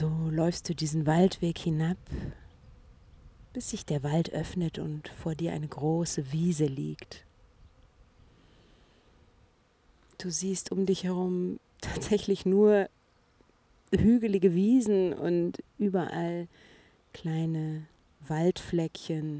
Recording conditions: sounds in the background